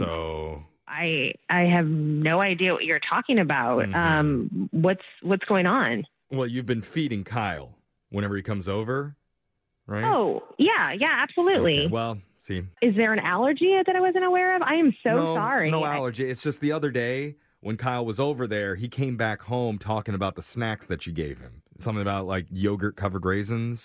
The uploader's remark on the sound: Phone Tap